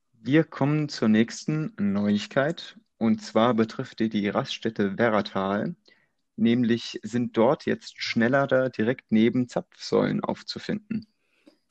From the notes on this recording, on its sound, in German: Ich hatte eine erfolgreiche Zeit auf der Intercharge Networking Conference und entschuldige daher die Soundqualität sowie mögliche Missverständnisse die durch die Aufnahme übers Internet passieren.